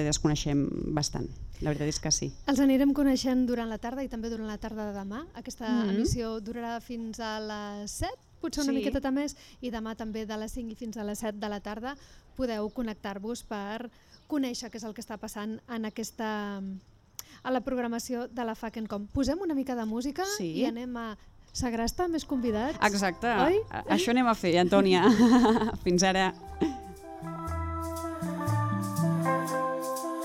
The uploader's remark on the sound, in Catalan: Ràdio Trinijove, Ràdio Fabra i XRCB participen fent ràdio en directe a les jornades FACC&COM celebrades el juliol del 2019 i organitzades per Art i Barri.